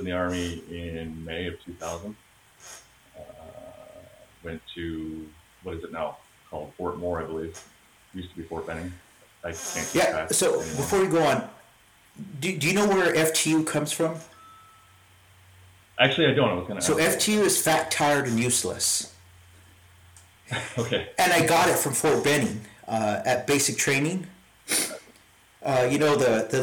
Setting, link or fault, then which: fault, poor sound quality